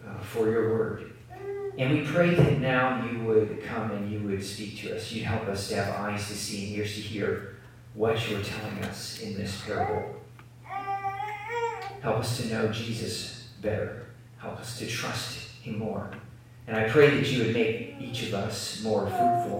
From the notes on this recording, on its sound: Please excuse the poor audio quality.